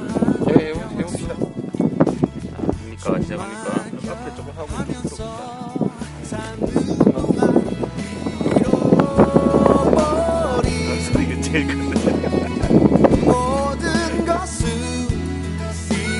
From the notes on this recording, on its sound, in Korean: 이번 방송은 네팔 히말라야의 오스트레일리안캠프에서 녹음기로 녹음되었습니다.